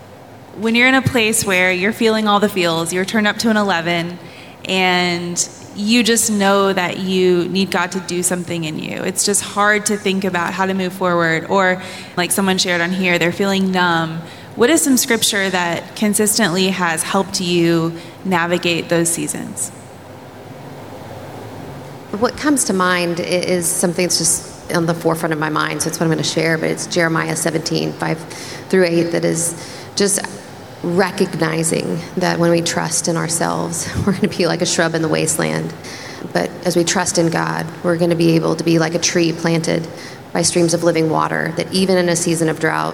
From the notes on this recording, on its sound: In this live event recording